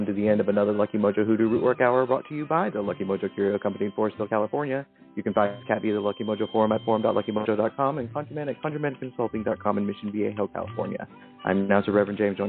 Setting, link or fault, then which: link, phone line